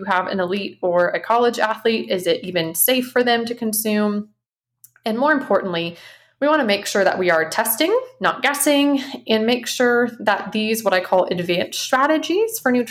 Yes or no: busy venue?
no